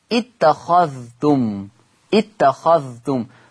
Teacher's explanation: قرأ ورش بإدغام بعض الحروف منها الذال الساكنة في التاء المتحركة، ذال ساكنة في تاء متحركة، في أي حاجة؟